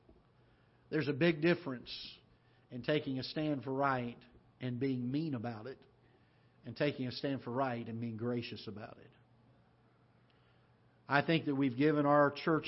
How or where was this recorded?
large echoing room